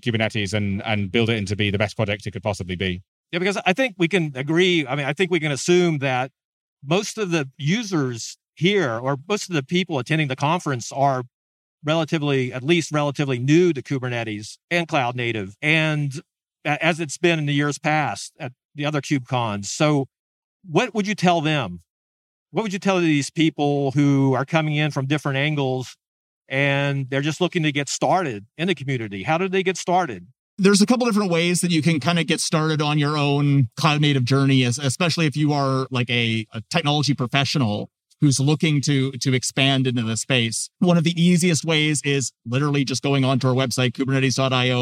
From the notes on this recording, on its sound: Recorded on the floor of KubeCon + CloudNativeCon Europe 2022. In this episode of The New Stack Makers podcast , recorded on the floor of KubeCon + CloudNativeCon Europe 2022.